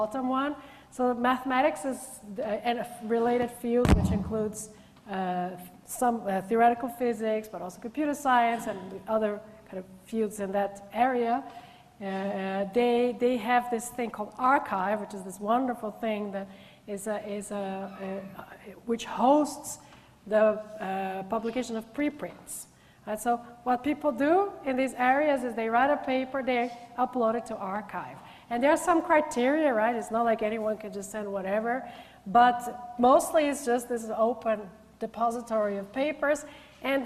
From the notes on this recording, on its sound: gives a public lecture